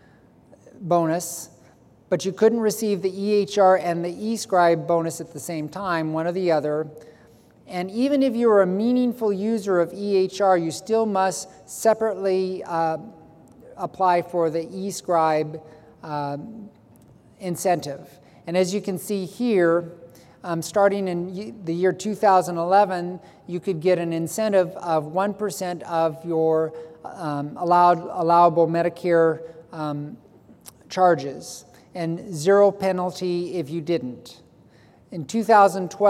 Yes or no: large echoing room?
yes